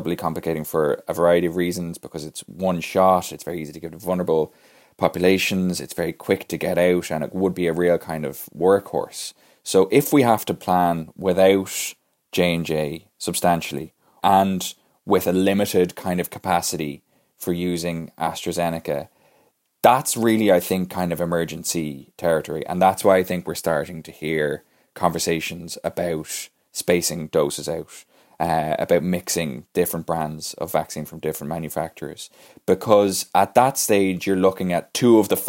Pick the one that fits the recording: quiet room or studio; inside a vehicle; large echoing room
quiet room or studio